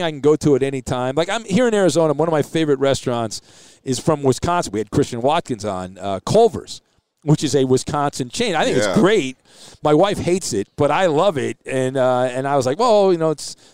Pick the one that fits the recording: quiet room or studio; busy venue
busy venue